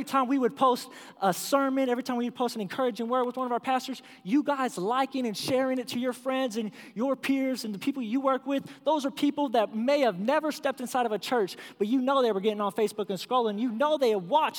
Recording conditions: large echoing room